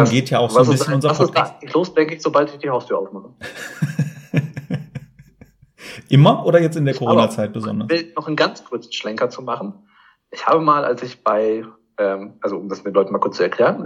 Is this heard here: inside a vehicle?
no